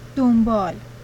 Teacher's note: Examples of N becoming M in the environment before B